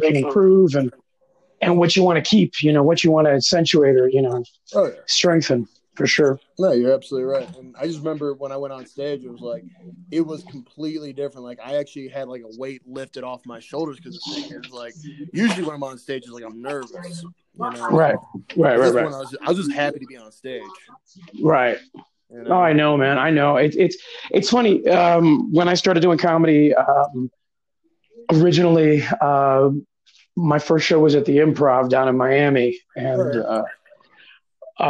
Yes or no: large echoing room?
no